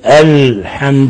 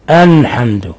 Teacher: ومن أخطائهم إخراج حرف اللام من الأنف بدلا من أدنى الحافة لمنتهى، لأن ابن الجزر يقول: واللام أدناها لمنتهاها، يعني اللام تمتد في مخرجها من الحافة إلى منتهاها، وليس تخرج من مخرج النون. فبعض الناس بدل أن يقول الحمد يقول أنحمد، يقلبها نونا · Shown in: second take